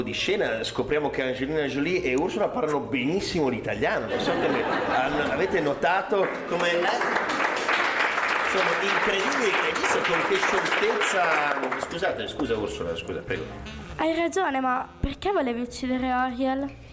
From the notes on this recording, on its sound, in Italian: LIVE CON PUBBLICO. Laboratorio di Radio Sei Forte di Fantateatro nelle Scuole - 5A Scuola Primaria Franchini 2016, Bologna.